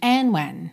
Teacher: muito comum essa junção, né, sem dar ênfase no D de and.